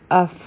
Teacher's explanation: په عربی کې پا نشته، نو دا به مونږ وایو اف، لکه بنده چې پوکې ورکوي